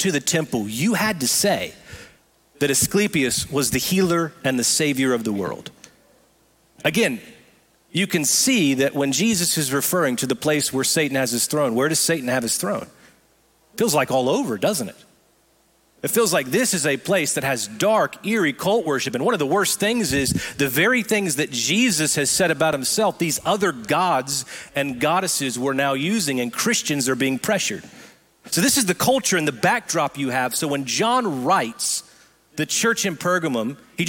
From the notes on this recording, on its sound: Recorded live at Brookwood Church.